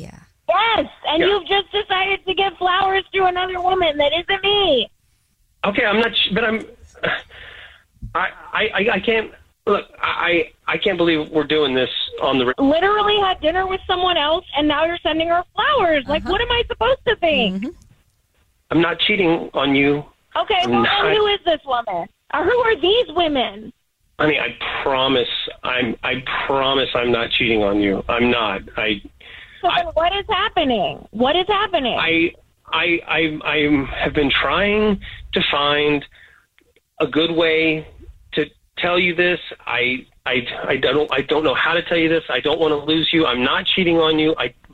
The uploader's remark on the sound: We have a woman on the phone